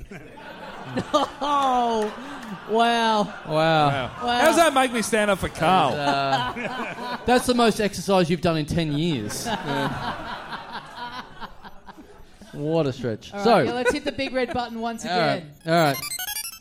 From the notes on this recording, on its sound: We're back in Brisbane for another HUGE live show in a future condemned building!